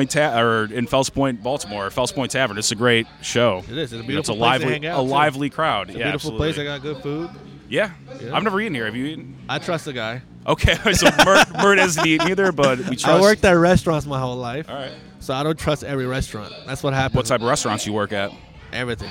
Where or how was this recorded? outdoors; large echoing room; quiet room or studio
outdoors